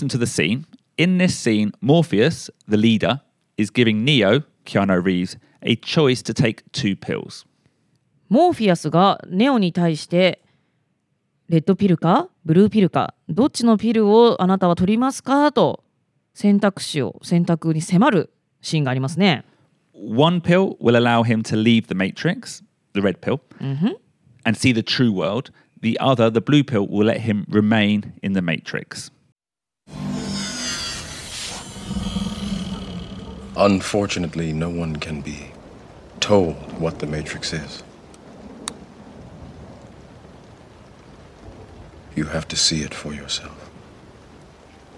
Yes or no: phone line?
no